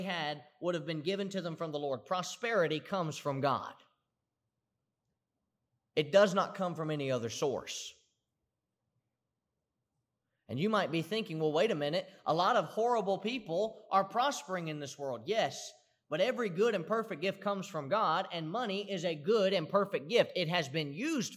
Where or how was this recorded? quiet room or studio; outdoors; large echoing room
large echoing room